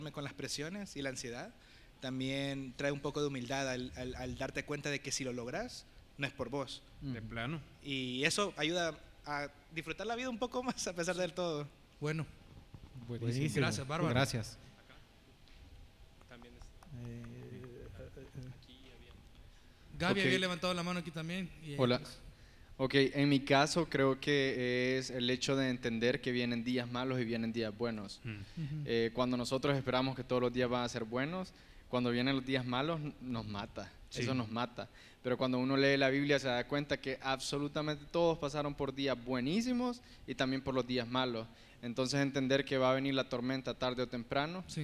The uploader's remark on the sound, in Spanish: Especial en vivo de aniversario. Grabamos un episodio en vivo desde Paradigma con invitados y participaciones especiales.